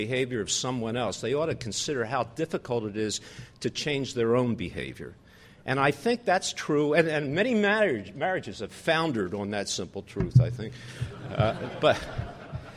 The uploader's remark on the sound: The Federalist Society presented this Showcase Panel at the 2006 Annual National Lawyers Convention on Thursday, November 16, 2006.